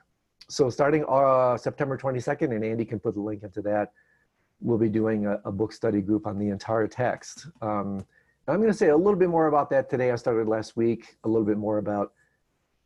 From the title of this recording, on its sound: Virtual Hangout